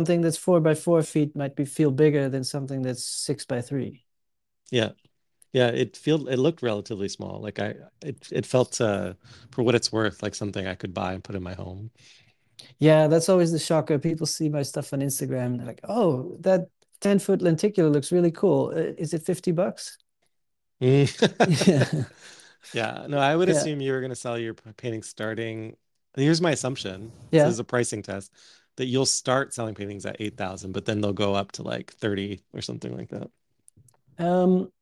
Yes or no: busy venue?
no